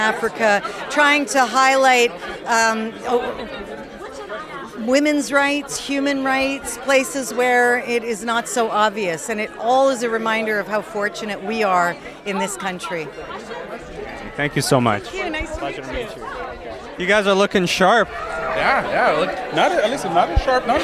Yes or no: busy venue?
yes